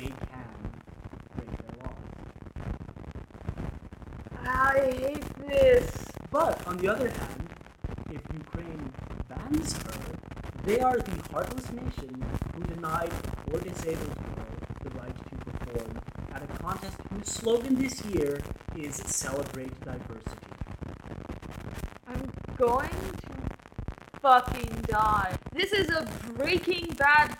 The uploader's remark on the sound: The audio quality in this episode is pure hot garbage. It sounds like trash.